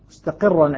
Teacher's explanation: الراء مشددة مكونة من حرفين مع أنها منونة بعدها إلا أن الراء هنا مرققة قولا واحدا